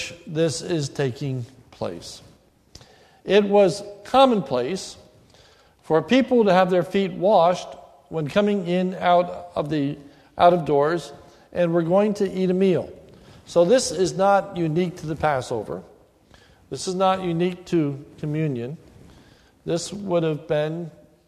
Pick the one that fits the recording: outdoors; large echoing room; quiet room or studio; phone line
large echoing room